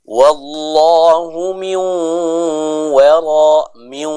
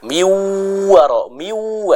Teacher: masih ada suara yang dimasukkan ke dalam hidung · Shown in: first take · Term: idgham bi gunnah